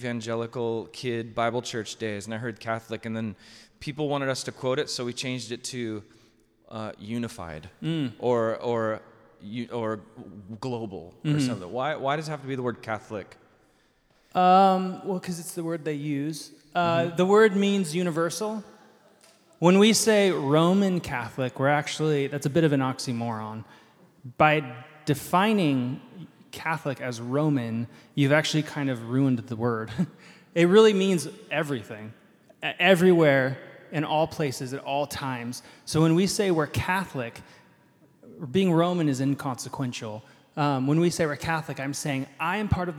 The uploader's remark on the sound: This is a live recording of our final House of Learning event from 2023 (Nov 26). The goal of the night was to share a meal and humbly learn from the first 300 years of church history all about what it means to love and follow Jesus.